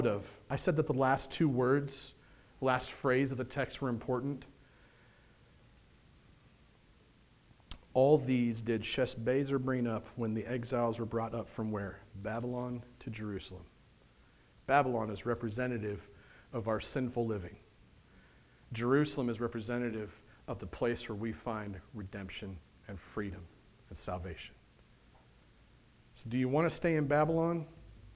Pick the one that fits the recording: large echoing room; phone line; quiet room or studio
large echoing room